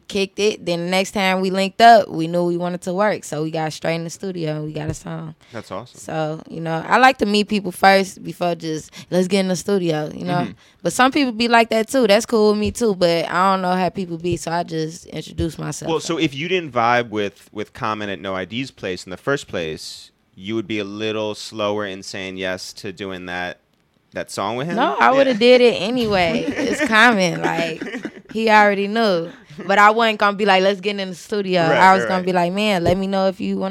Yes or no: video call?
no